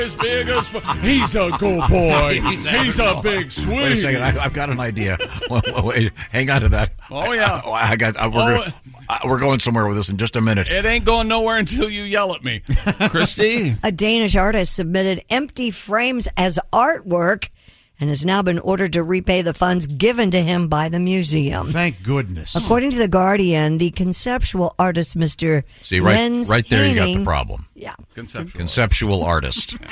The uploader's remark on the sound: We've got call-ins galore on today's show. Zoomin' in from Chicago.